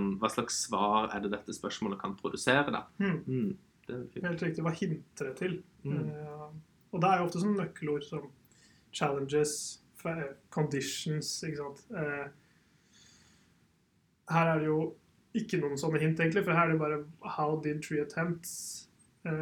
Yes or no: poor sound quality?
yes